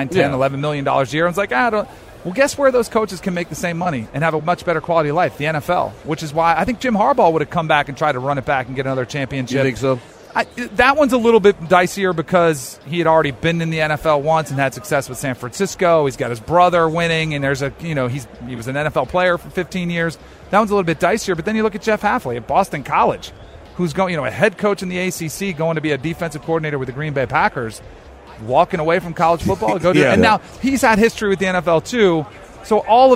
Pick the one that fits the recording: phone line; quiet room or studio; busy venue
busy venue